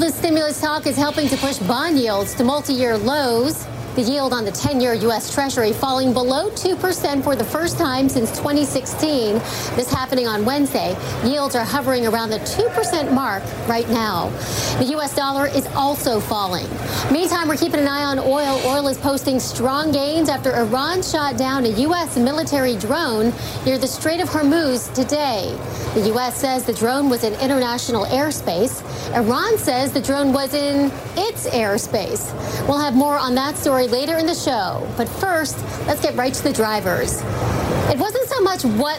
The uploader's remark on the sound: Live from the New York Stock Exchange.